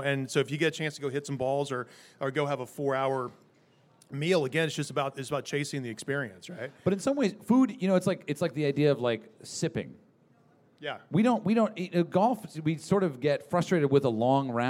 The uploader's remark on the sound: LIVE from the Chase Sapphire Cardmember Club. Have a LIVE conversation about food, golf, passion and finding creative inspiration.